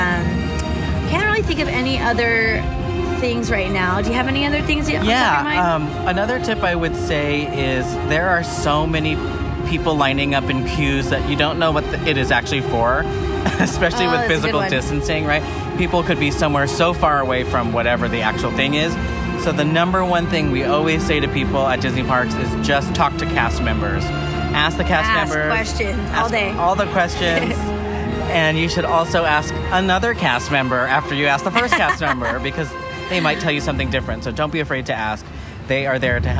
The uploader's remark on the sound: WE ARE LIVE FROM AVENGERS CAMPUS!